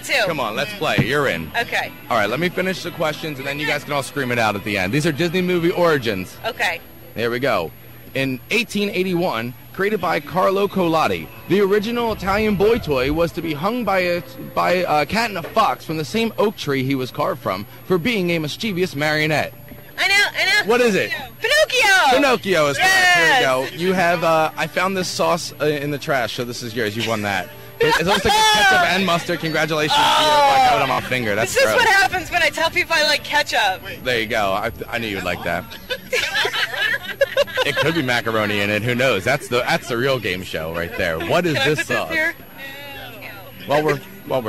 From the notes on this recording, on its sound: pack up the WOND van for a field trip to the 3rd Annual Atlantic City Food Truck Festival